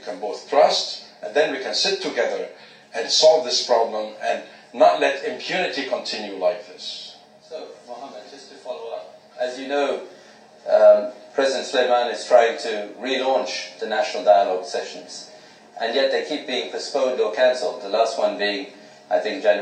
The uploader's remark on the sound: an audio clip by my father at a Brookings Doha Center event